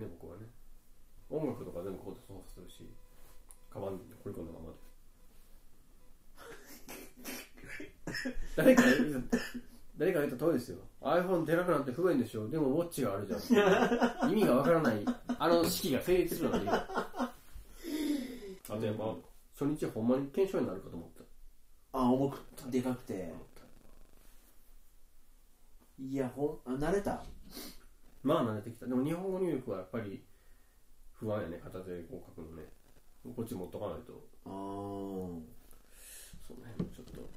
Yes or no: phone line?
no